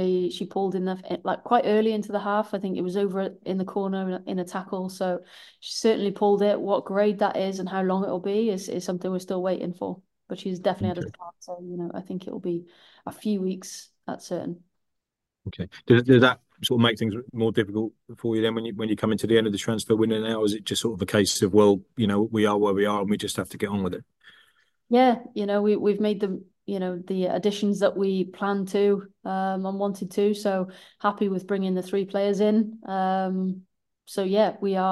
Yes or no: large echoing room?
no